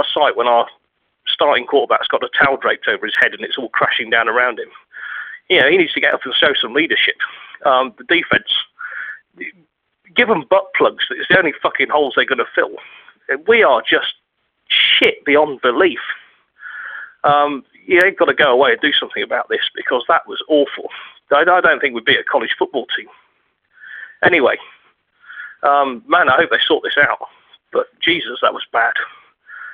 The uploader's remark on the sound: Raider Nation “Suicide Hot Line” Call-in Segment.